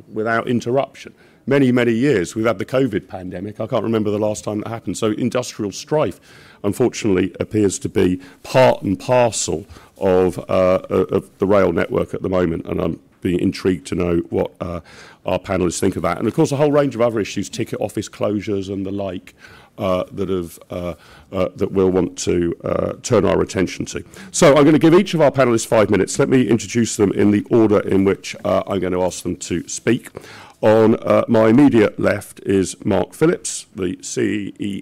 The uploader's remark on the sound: This is an audio version of the panel held by the Institute of Economic Affairs at Conservative Party Conference in 2023 on the future of rail.